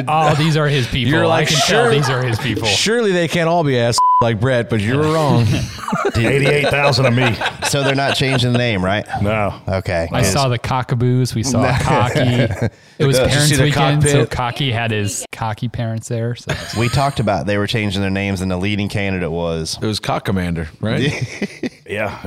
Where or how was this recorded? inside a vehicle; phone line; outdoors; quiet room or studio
phone line